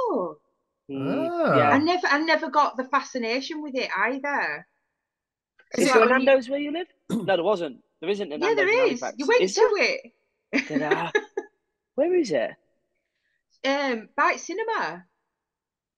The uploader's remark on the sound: we sit down over zoom